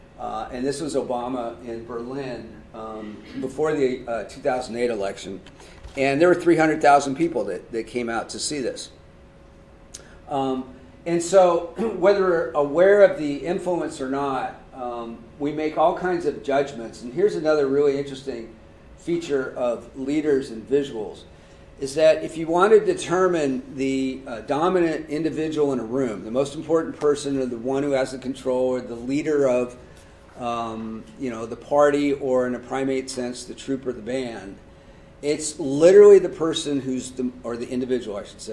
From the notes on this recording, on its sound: This O3C Seminar Series event was recorded February 27, 2020, at Loughborough University and was co-sponsored by the Centre for Research in Communication and Culture at Loughborough.